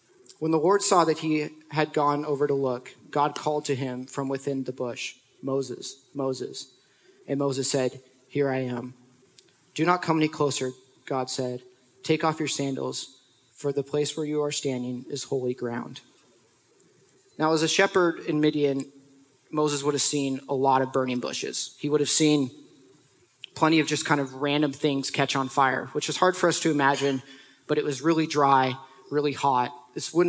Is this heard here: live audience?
yes